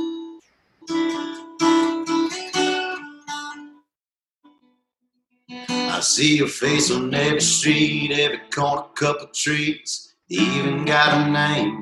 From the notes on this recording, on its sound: Joined Houston radio station, The New 93Q for a private performance via Zoom.